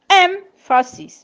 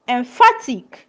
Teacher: In the first one, emphasis, stress falls on the first syllable. In the second one, emphatic, stress falls on the second syllables.